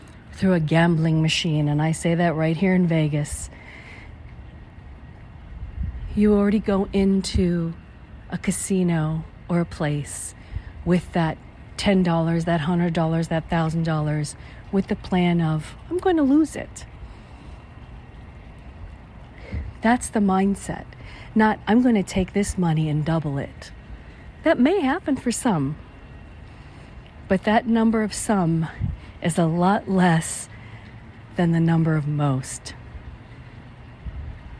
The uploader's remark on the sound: On the walking paths at the Spring Preserve in Las Vegas, Nevada, USA. This is a special on location Walk and Talk of our Mindfulness Summer Tour 2022.